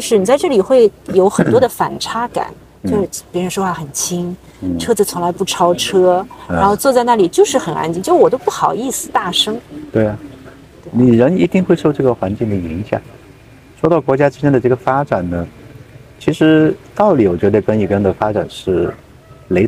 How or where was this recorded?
outdoors